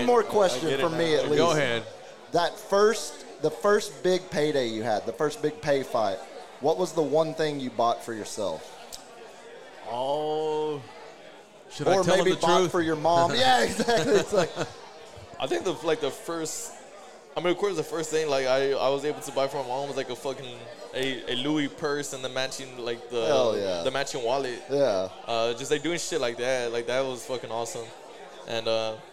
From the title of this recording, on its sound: Live from McFinnigan's Pub